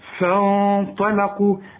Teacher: فانطلقوا فان فا، يا راجل فاء الأول فاء، بس الغنة هنفخمها، الغنة جنب الطاء والطاء تخينة، فحنغن الغنة وهي مفخمة